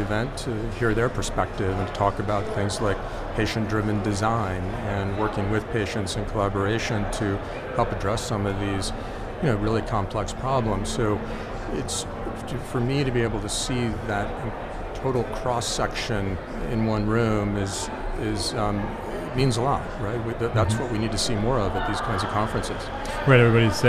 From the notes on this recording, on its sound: recorded at HLTH in Las Vegas